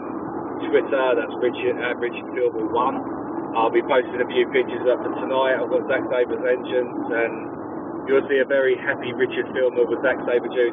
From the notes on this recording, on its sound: on our drive home